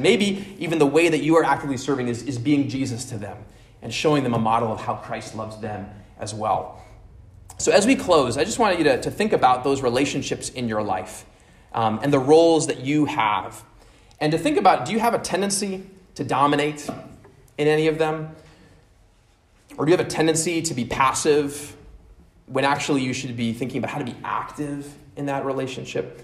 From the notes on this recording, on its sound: at Immanuel Lutheran Church in Pasadena, CA